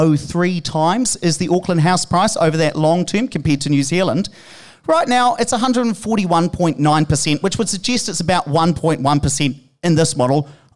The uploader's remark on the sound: Live in Auckland. Recorded in front of a live studio audience.